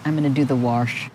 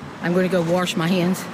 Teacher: We're talking about the pronunciation of wash as warsh. The accent is most common in the South Midland region of the U.S.